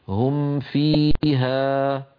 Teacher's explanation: والفاء التي نبه عليها من باطن الشفة السفلى مع أطراف الثنايا العليا